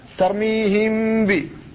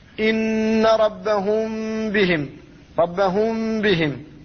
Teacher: ترميهم ب، فالميم ذهبت فلم تنطق بها، ولذلك عند النطق بالغنة أخرجت الغنة من الخيشوم ولم تفتح الشفتين، فتقول ترميهم ب، فالميم لم يخرج في وقت النطق بمكانها، لم يخرج هواء من الفم أصلا، فدل هذا على أن الحرف قد ذهب وصفتها خرجت من الخيشوم وهي الغنة. · Term: الإخفاء